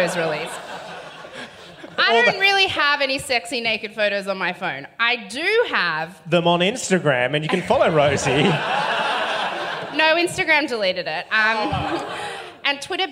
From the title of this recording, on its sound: LIVE